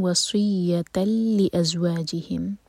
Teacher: یہاں ہے ادغام بغیر غنہ کا، تو تن کی آواز نہیں آئے گی